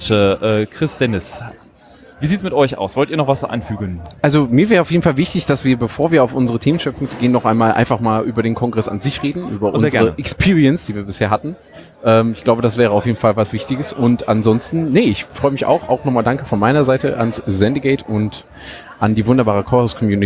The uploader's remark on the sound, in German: Die LinuxLounge von TheRadio.cc Live vom Congress mit Einblicken und spannenden Infos und der Stimmung vor Ort. Aus dem Sendezentrum. 37C3 Spezial.